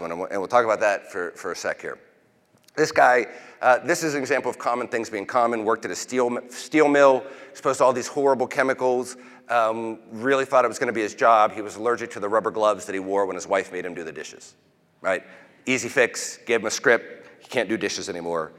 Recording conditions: large echoing room